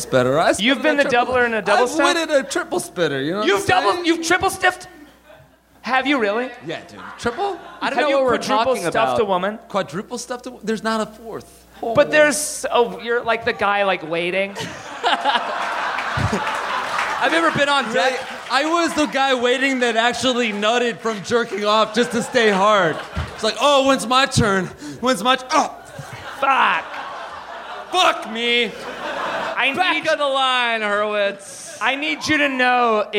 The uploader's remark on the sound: Live from Montreal!